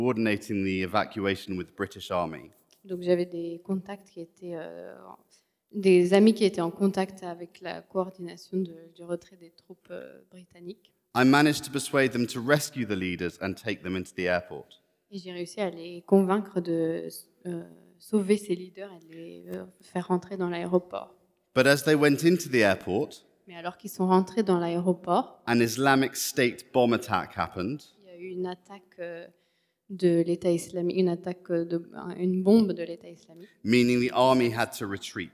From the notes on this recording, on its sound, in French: Enregistré à l'église CVV